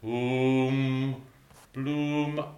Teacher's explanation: not a big kissy oo, but a oom. It's sort of like a hum, but without the M part of it.